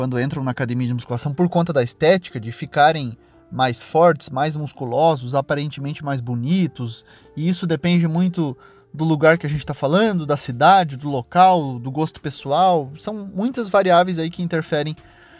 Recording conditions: inside a vehicle